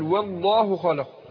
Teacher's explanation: برقق الواو وبعدين ادخل على تفخيم الام لفظ الجلاله